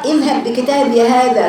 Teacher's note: انا اقول عشان يقول الحكم اضغام، دخلت الباء الاولى في الباء الثانية، يعني اللي بتقرأ الباء الثانية وبتقرأ مشددة